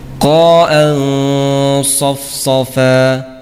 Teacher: Tanwin bertemu dengan sad, maka bunyi nun sukun disamarkan · Term: ikhfa tebal